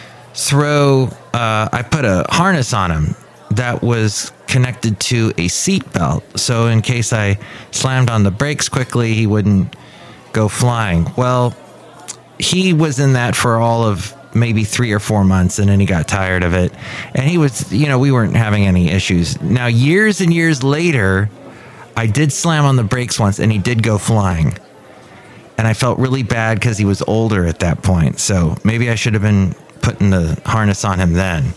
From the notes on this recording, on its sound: podcasts live from Café Anyway